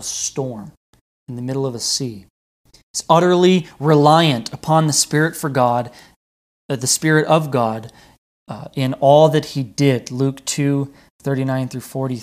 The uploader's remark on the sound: This message wad delivered on November 1st, 2020 at Redeemer Community Church.